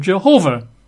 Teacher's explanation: in English, for centuries, we've called it Jehovah, emphasizing, the second syllable